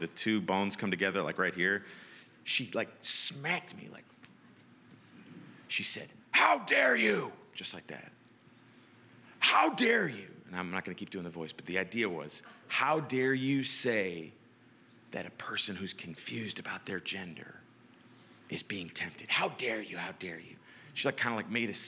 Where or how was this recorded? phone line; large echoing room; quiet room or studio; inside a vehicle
large echoing room